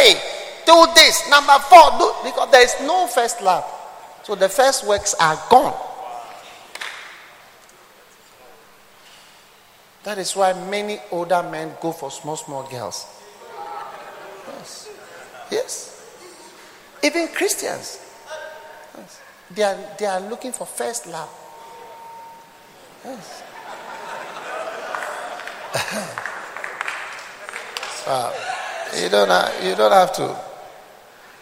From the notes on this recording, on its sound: Preached at the Art of Shepherding Conference, Accra.